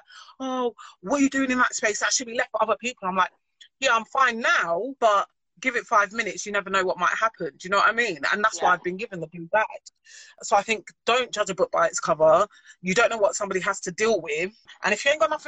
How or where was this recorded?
video call